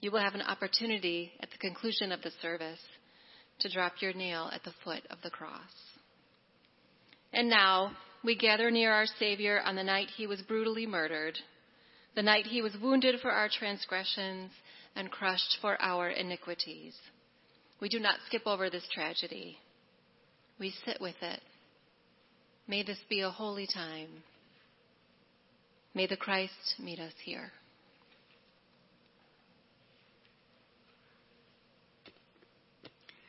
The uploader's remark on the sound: Good Friday Evening Service - Featuring ….